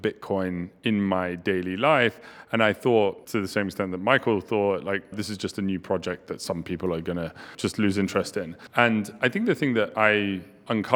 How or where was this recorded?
busy venue